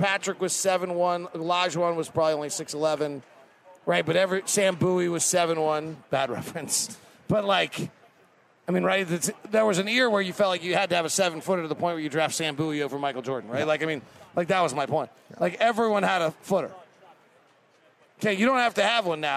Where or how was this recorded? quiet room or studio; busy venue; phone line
busy venue